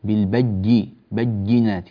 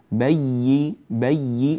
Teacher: نريد أن نشدد الياء ونعطيها قدرها من التشديد لكن لا نخرجها إلى حيز حرف آخر وهو الجيم · Shown in: second take